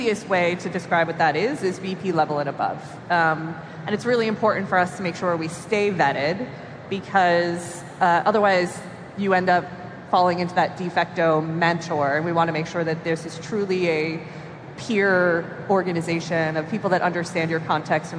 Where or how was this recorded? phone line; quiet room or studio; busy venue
busy venue